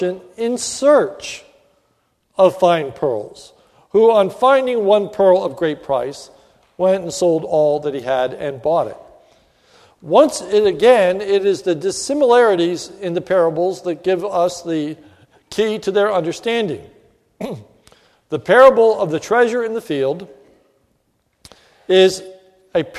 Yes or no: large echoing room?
yes